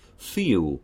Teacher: that dark L might progress further back into the velar zone, and then the tip of the tongue might drop out, and we might end up with a pronunciation like feel.